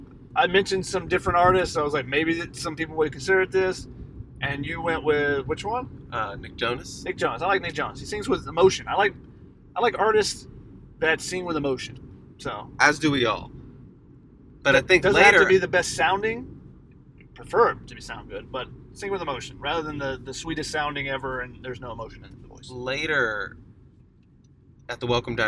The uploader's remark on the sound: On their return trip from Tempe. A podcast from the car on Interstate-10. Their desert road trip.